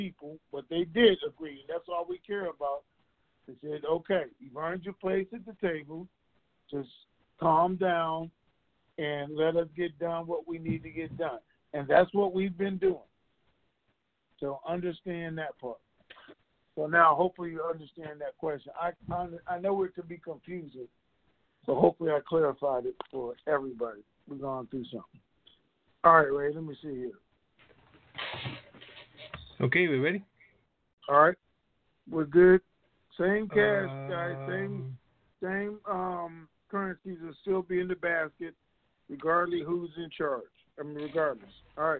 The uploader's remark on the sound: TNTSuperfantastic Conference Call